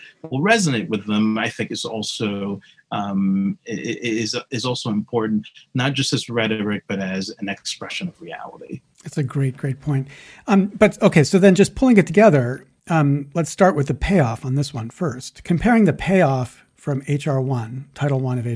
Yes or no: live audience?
no